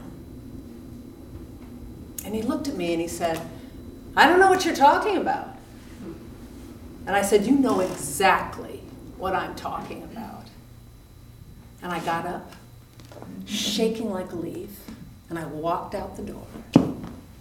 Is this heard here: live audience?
yes